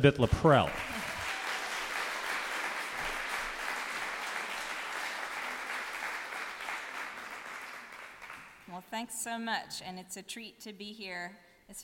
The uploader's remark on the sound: live at Bristol Rhythm and Roots Reunion (2010)